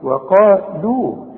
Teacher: رقق الواو قوي وفخم القاف قوي وبعدين رقق اللام قوي